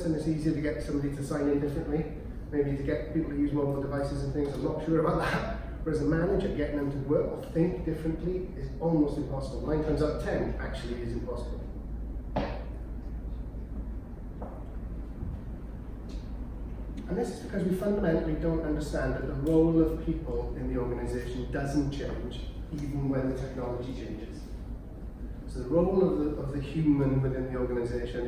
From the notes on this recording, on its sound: Audio of a talk given at the Royal Mint on the role of people in the transformation process for the ION leadership programme at Swansea University.